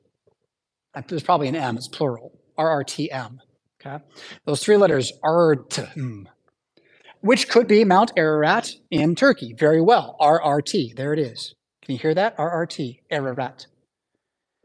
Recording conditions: large echoing room